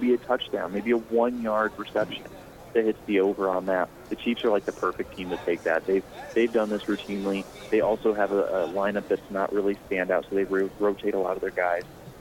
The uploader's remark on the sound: Extra Point live from Super Bowl Radio Row.